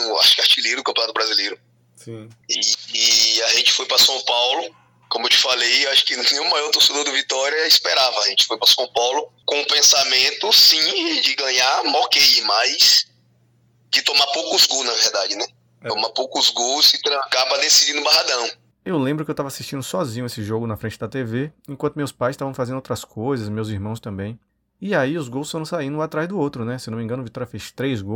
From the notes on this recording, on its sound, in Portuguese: por telefone com o ex-atacante